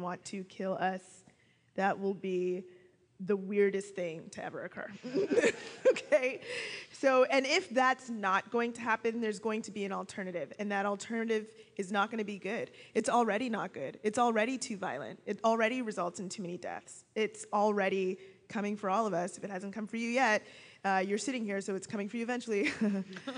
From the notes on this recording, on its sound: Live from Toronto. Special thanks to the Black Liberation Collective at Ryerson, volunteers at CJRU. Staff at the Ryerson Student Centre and the folks who arrived early enough to help us set up and take down the chairs.